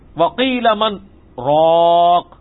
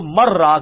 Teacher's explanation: یہاں پہ سکتا ہے ایک ہی سانس میں پڑھنا ہے لیکن تھوڑا سا وقفہ کر کے · Shown in: first take · ورنہ اگر یہ ڈائریکٹ پڑھا جاتا تو مر راق بنتا